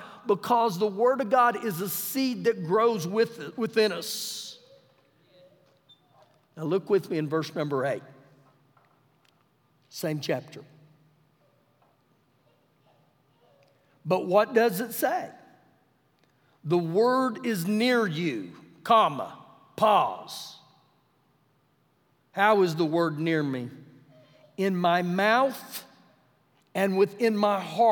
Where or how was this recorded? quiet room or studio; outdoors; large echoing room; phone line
large echoing room